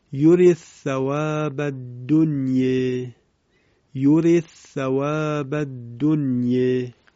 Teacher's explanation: دقت بفرمایید: یورید ثواب الدنیا، یورید ثواب الدنیا، که اینجا حرف دال کلمه یورید در ثاء کلمه ثواب ادغام می شود. البته دنیا هم با اماله تلاوت می شه